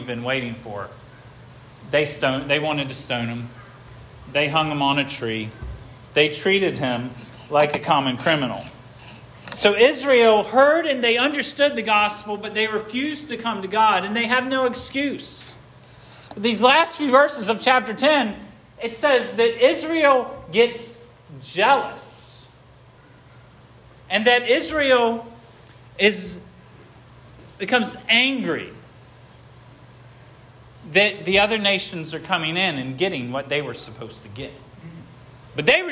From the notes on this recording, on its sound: This sermon was preached at Hope Fellowship